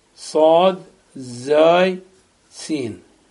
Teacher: المخرج الثالث عشر من بين طرف اللسان فوق الثنايا العليا والسفلى · Term: حروف الصفير